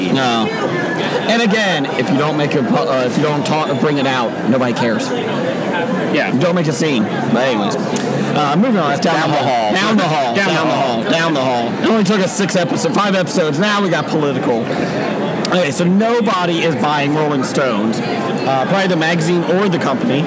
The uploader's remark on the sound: recorded at the 2017 Cincinnati Comic Expo